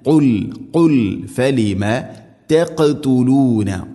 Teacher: ഖാഫിനെ ഖൽഖല ചെയ്യണം, അഥവാ ശരിക്കും കേൾക്കണം.